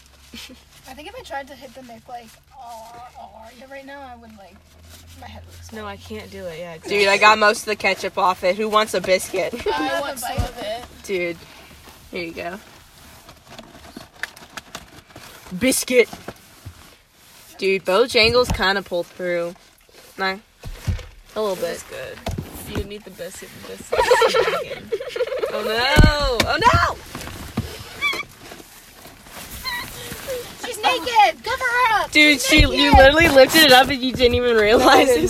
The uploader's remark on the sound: Vibe with us in the car. Oh it also rains which is cool.